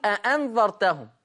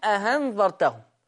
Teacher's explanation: يبدل الهمزة الثانية ألف مع المد المشبع لان النون ساكنة · Shown in: second take